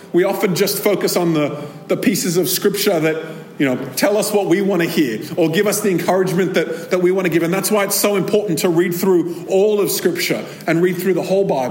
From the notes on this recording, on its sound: This episode was recorded at a Thrive Community gathering.